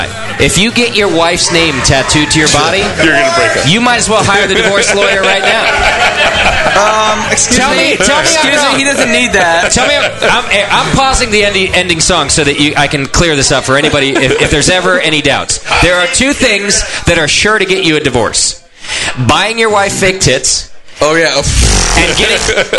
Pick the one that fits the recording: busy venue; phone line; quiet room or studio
busy venue